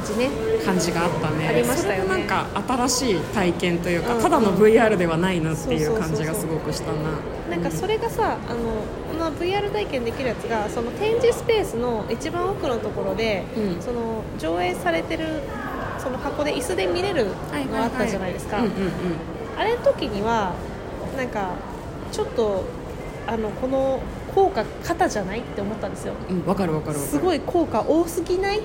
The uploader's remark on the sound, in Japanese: 渋谷駅マークシティ館内で収録しておりますので、。環境音などざわざわな臨場感もご一緒に。